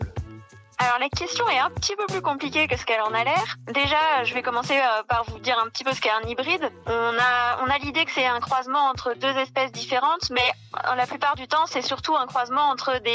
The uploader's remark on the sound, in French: participation à l'émission, par téléphone